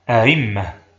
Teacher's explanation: وأصلها أأممة على وزن أفعلة، جمع إمام، ولكن الميمين لما اجتمعتا أدغمت الأولى في الثانية وألقيت حركتها على الهمزة الساكنة قبلها فصارت أئمة، ثم سهلت الهمزة الثانية بين الهمزة المحققة والياء فصارت أئمة · Term: تسهيل الهمزة الثانية